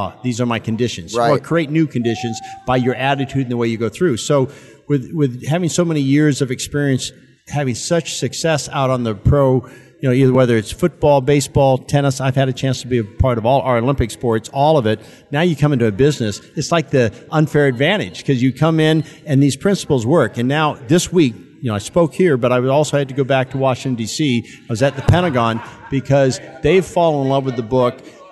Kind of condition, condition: setting, busy venue